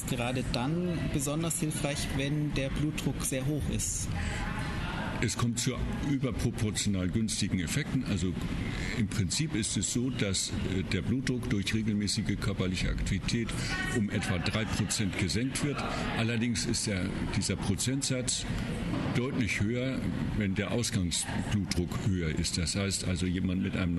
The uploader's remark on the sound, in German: Das Interview wurde auf einer Konferenz mit entsprechender Geräuschkulisse aufgenommen.